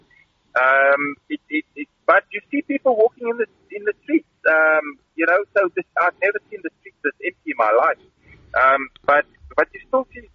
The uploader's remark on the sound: While driving out of the country.